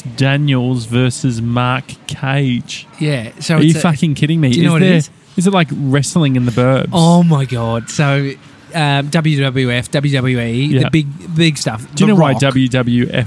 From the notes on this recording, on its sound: we're live from Donut King in Rowville!